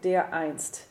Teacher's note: you take up just a short little minimal pause between the two sounds